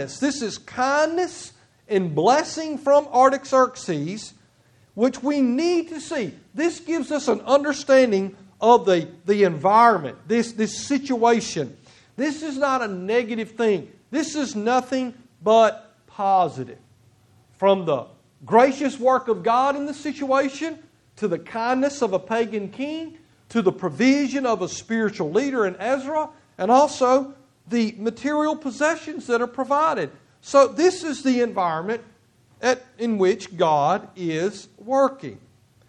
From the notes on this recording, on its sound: Preached on September 18, 2016 at Nola Baptist Church Sontag, MS.